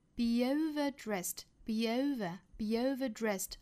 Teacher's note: Be 和 over 同样做连读加耶的处理